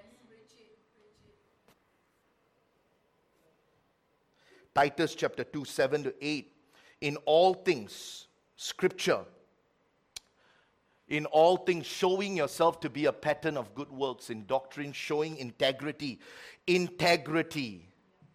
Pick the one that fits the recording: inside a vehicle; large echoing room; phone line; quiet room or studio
large echoing room